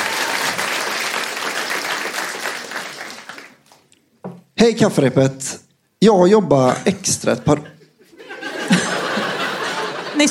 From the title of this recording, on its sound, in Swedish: Live på Scala